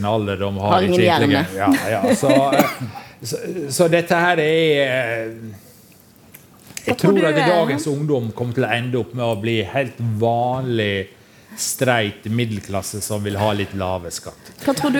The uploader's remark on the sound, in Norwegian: 21:00-22:00 Sted: Holmen bar, KÅKÅnomics 2019. I oljebyen Stavanger.